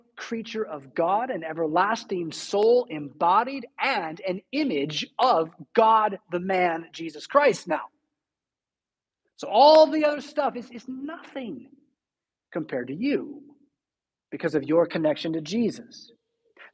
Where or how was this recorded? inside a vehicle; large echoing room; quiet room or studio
large echoing room